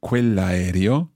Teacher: we've got quell'aereo running together because it's a word that begins with a vowel